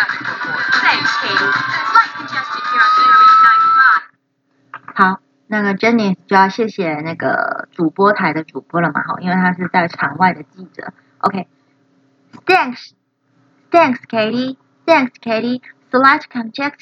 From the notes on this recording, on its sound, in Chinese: 手機音質不佳。